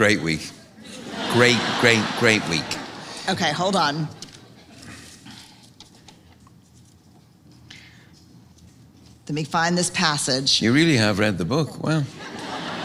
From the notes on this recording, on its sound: Recorded live at the historic Paramount Theatre and presented by Austin City Limits Festival’s Bonus Tracks.